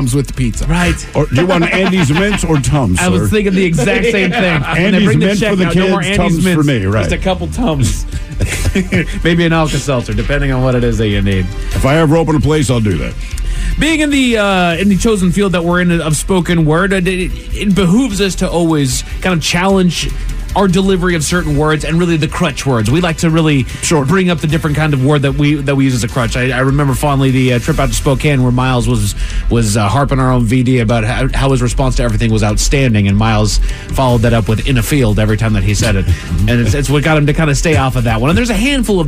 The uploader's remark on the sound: Special Phone Call!